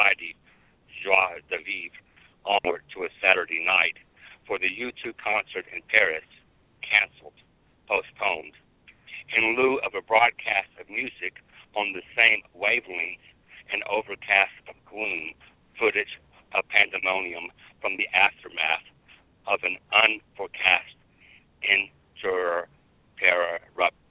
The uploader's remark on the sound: Poets from Canada, Birmingham, Alabama (and environs) and Smiths Grove Kentucky who called in to poetry Super Highway Live to read their poems.